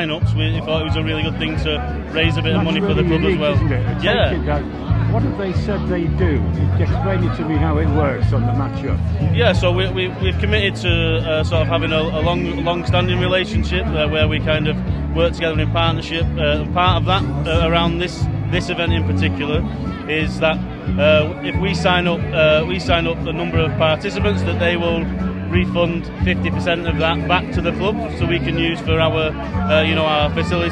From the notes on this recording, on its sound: 2023 Santa Dash Report. Some of the audio quality is muffled by the terrific atmosphere at the event.